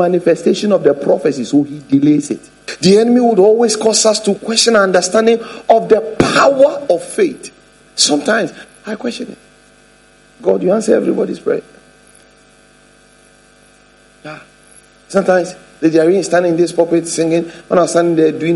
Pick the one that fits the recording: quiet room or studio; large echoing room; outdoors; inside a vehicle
large echoing room